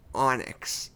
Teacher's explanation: it's very much vocal fry